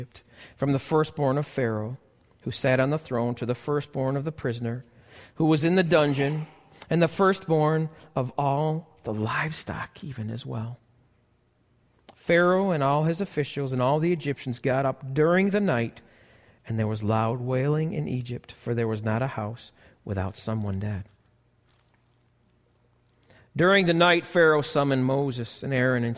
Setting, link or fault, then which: setting, large echoing room